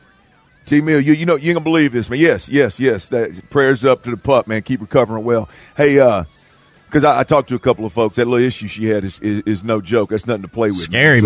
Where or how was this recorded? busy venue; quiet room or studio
busy venue